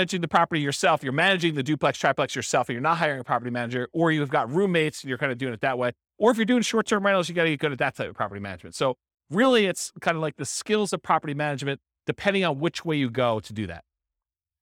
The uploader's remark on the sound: This was a live class recorded